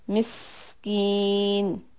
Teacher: When you have the sin sukun, give it the hissing sound.